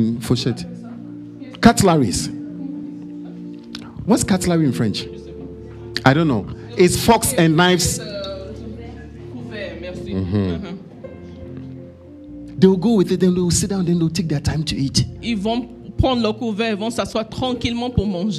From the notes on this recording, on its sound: Preached during Joyful Hour Sunday Service